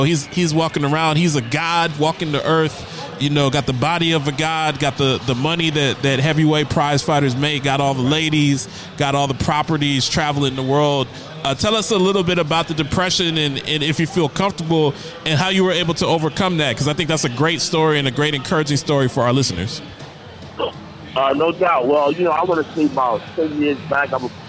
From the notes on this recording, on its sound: LIVE from Dave and Buster's.